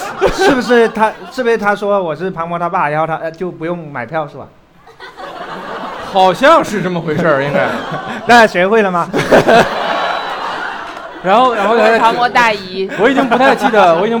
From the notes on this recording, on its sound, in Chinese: 我们给现场观众的快乐是没有亏待的